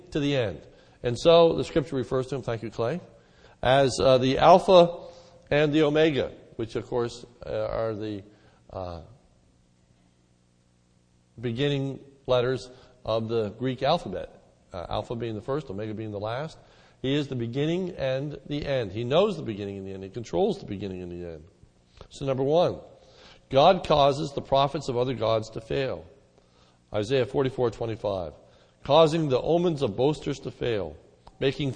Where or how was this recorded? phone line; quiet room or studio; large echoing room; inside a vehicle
large echoing room